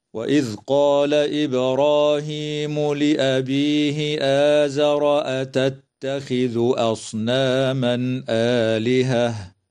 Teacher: تقلقل الباء وصلا ووقفا في كلمة إبراهيم، وتمد الألف بعد الهمزة من كلمة آزر ومن كلمة آلهة بمقدار حركتين من قبيل مد البدل.